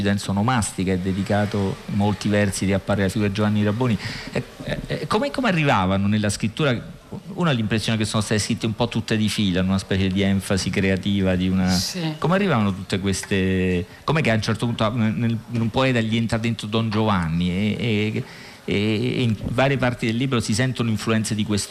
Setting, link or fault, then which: setting, outdoors